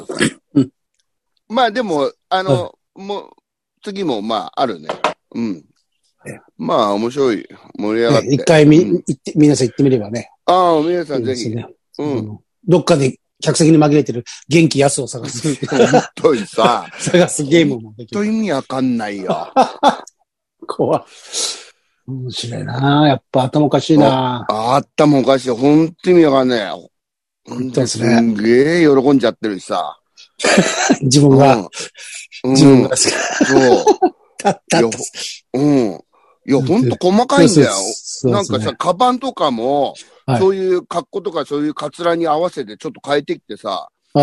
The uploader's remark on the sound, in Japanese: ZOOMで収録